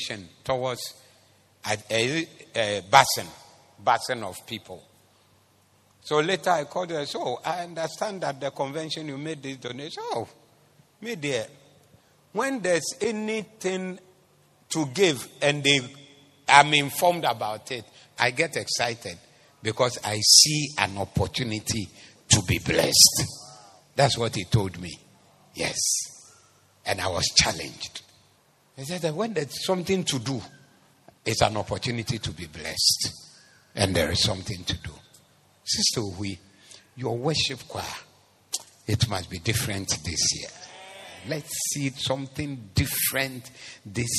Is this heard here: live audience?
yes